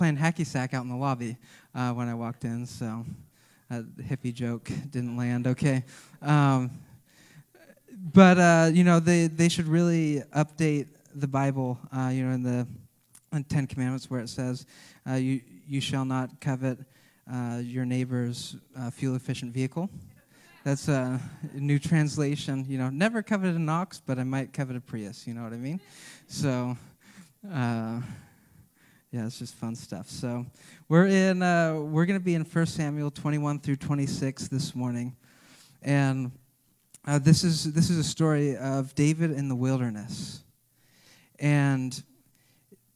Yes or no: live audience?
yes